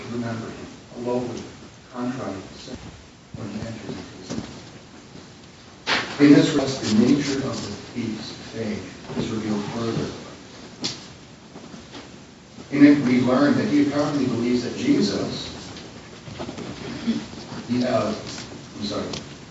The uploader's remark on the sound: delivered this message at the Good Friday service of First United Presbyterian Church in Queens Village